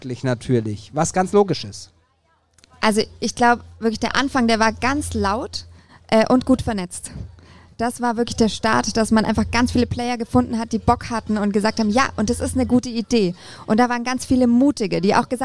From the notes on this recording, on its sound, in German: Der Mitschnitt des ersten LIVE-Podcast, der auf dem evangelischen Kirchentag in Nürnberg 2023 aufgezeichnet wurde.